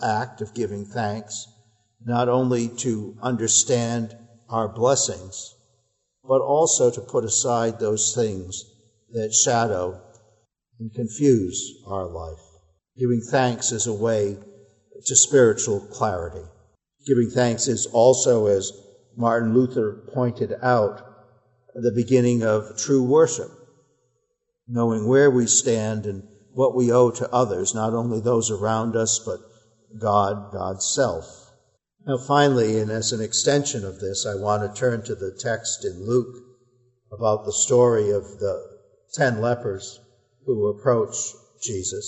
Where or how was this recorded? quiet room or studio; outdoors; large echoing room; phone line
large echoing room